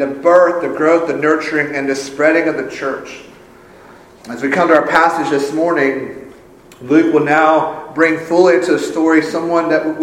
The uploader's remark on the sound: Full service is recorded